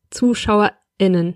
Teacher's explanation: Dieser Konsonant heißt auch Glottesverschluss und ist wohl der deutscheste Stimmlaut. Der Knacklaut entsteht durch Verschluss der Stimmritze im Kehlkopf.